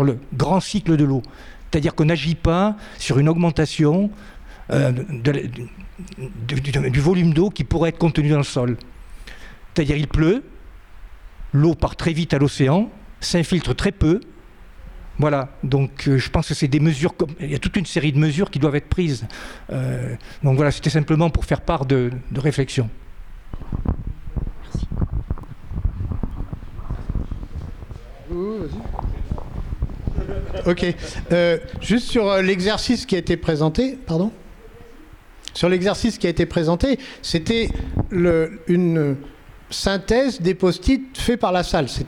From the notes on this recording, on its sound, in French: Vous pouvez écouter ici des larges extraits de la table ronde qui s'est tenue le 20 octobre 2023 à Tulle